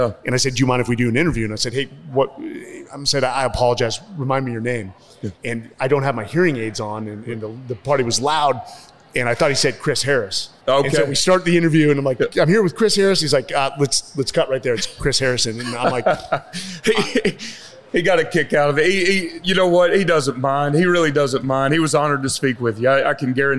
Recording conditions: live audience